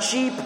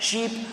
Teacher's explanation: But other than that, predominantly CH, there's a T sound in the beginning, even though it's not written, it is pronounced. And it doesn't exist in the SH.